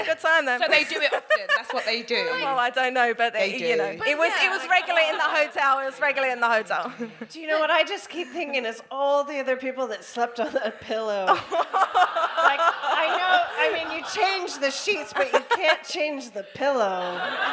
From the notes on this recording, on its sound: This episode was recorded at the DWSC London residency, and the place was buzzing. We then hear from a member of the audience.